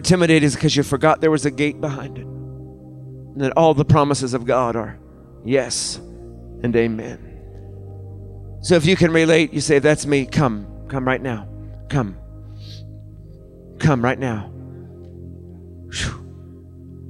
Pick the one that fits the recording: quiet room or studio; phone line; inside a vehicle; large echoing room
large echoing room